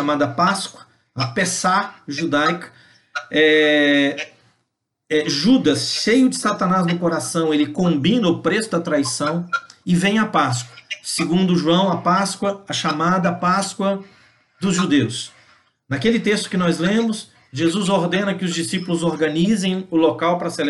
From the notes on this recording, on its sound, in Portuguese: Palavra compartilhada em uma Live no Instagram